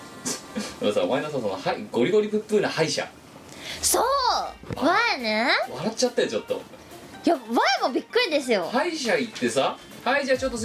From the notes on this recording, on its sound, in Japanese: 機材の関係でノイズが多く入っております。